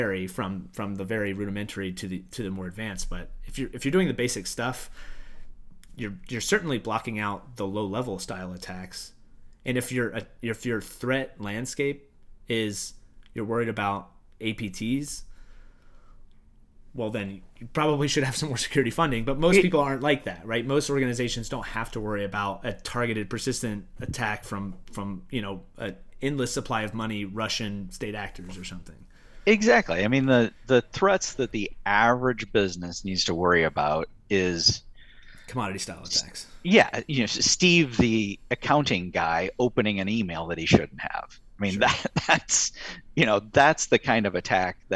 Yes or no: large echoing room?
no